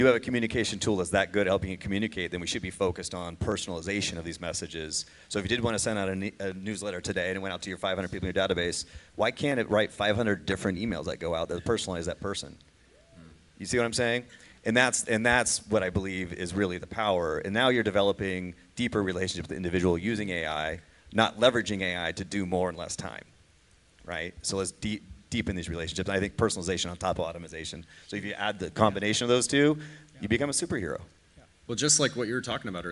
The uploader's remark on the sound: Full panel discussion from the KFAI 2023 event.